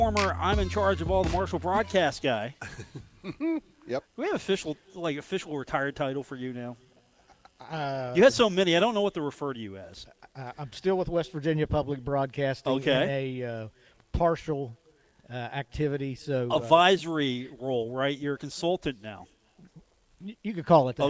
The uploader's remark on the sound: Live from The Union Pub and Grill